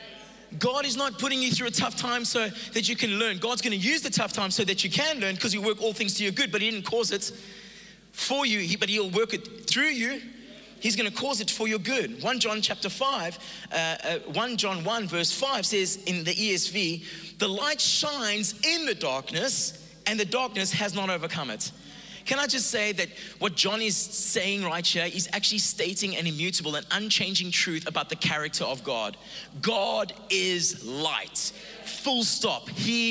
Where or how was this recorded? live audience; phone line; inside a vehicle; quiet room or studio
live audience